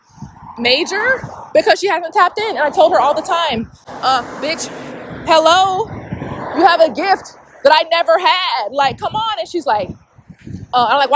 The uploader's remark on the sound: I would not be able to take out the background noise